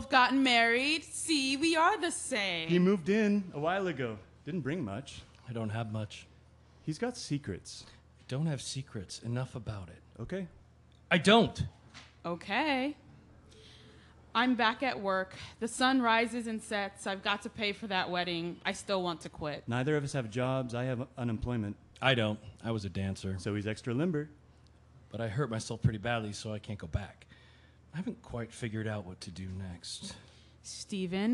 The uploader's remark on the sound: an intimate series of plays performed before live audiences